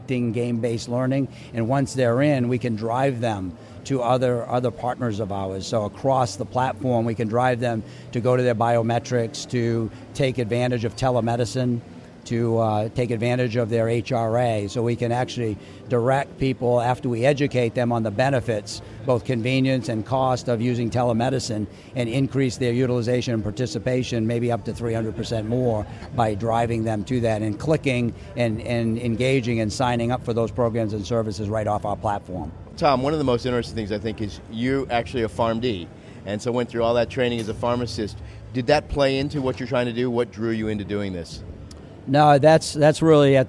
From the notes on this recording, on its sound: LIVE From #HIMSS17